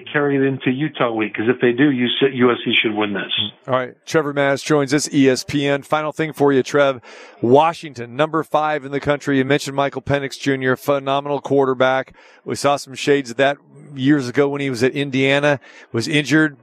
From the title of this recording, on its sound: Live from Brooklyn at the Barclays Center